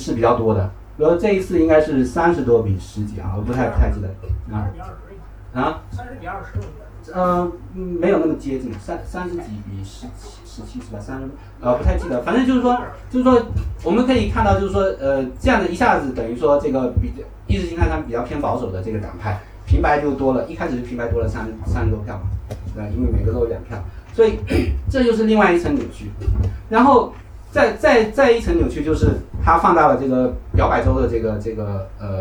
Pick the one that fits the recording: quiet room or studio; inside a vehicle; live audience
live audience